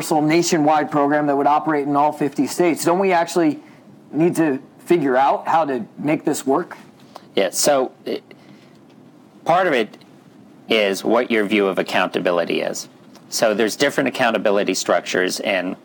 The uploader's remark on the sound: The audio here comes from that event.